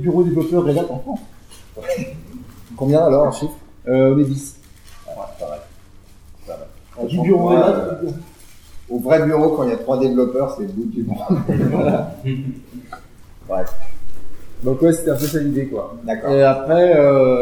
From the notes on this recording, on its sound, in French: Un épisode en direct du Snowcamp 2016 à Grenoble.